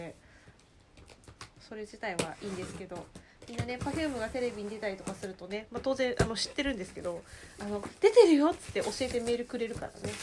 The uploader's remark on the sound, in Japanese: 雑音注意